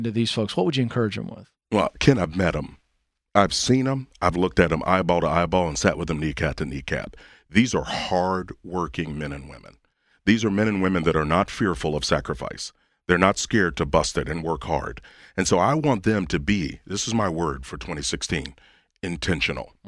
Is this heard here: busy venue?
no